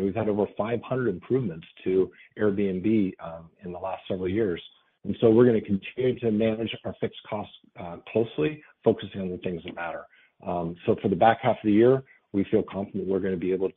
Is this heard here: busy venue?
no